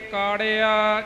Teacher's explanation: ਕਾੜਿਆ ਪੋਲਾ ਹੀ ਕਰਨਾ ਹੈ, ਡਾੜੇ ਨੂੰ ਭਾਰਾ ਕਰਕੇ ਕਾੜਿਆ ਪਾਠ ਨਹੀਂ ਕਰਨਾ